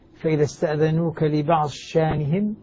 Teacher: وضاد لبعض شأنهم مدغما تلا، أيضا الضاد في الشين، فإذا استأذنوك لبعض شأنهم فيدغم الضاد في الشين هنا